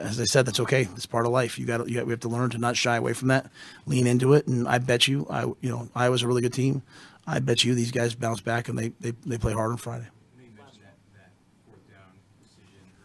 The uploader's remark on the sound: Post Game Press Conference following Nebraska's 24-17 overtime loss to Wisconsin.